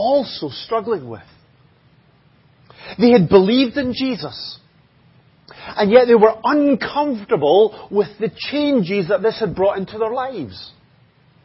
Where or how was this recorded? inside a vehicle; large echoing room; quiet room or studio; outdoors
large echoing room